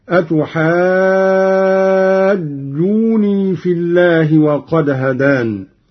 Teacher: قرأ قالون بتخفيف النون، ويصير مد الجيم مدا طبيعيا لا لازما